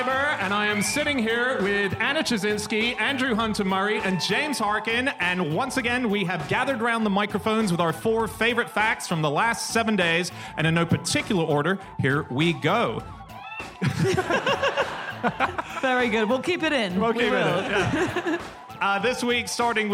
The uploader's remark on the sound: Live from Wimbledon